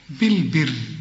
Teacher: الراء إزاي مرققة ليه؟ أولا هي مكسورة وكمان بيسبقها الباء مكسورة بالبر. شوف إذا وقفت وإذا وصلت بالبر هنقول إيه؟